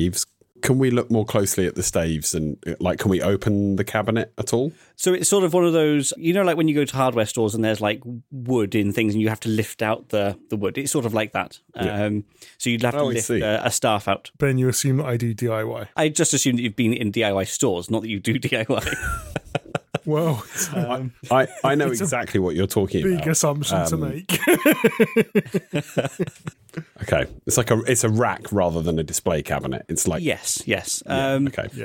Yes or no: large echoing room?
no